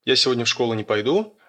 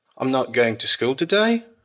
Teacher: австралийцы, у них часто интонация такая поднимающаяся. Ее называют high rising terminal.